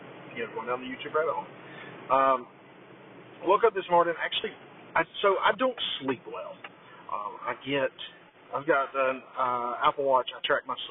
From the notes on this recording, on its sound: This is the final day of the poor audio